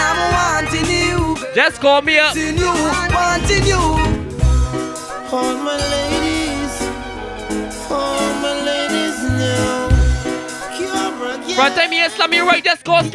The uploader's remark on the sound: selecting and micing live at "SAM'S 34TH B'DAY EDITION"